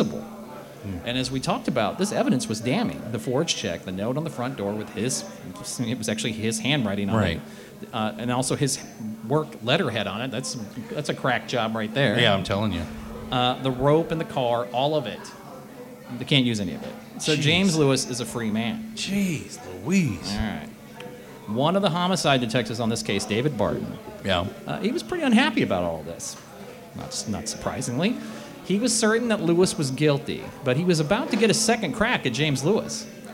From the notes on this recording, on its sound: We recorded it live in front of an audience at Buffalo State Pizza!